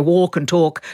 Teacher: we've been dropping L's for centuries again · Term: L drop